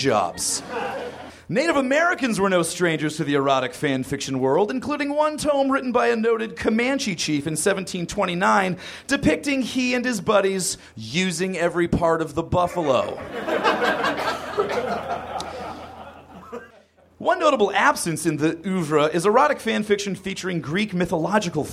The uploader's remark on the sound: Recorded at the Nerdmelt Theater.